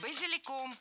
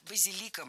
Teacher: В слове «базилик» ударение падает на третий слог. · Shown in: second take